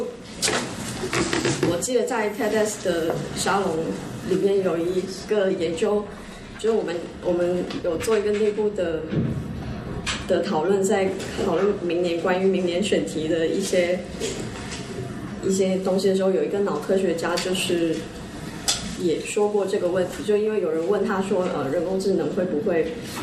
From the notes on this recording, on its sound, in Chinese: 本期为展览「素描之间」开幕对谈的现场录音。操作失误导致的质量不佳，还请理解。